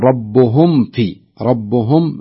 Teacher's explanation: فالصحيح أن تظهر فيقول ربهم في ربهم نطبق الميم كاملة نظهرها كاملة ثم ننطق الفاء بعدها دون أو بدون أي إدغام أو غنة · Term: الميم الساكنة